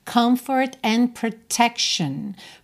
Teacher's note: comfort, você fecha os lábios pro M e depois vai para um F